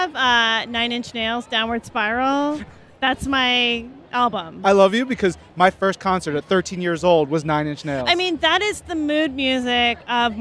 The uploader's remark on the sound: Marvel Creators LIVE! from SDCC 2018. Live the SDCC 2018 floor.